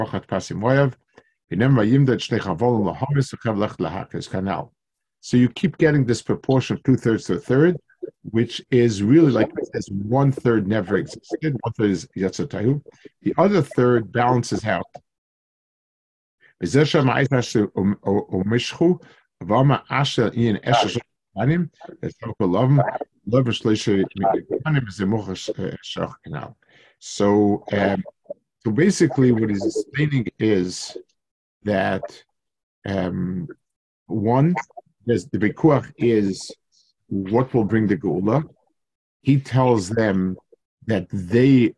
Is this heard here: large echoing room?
no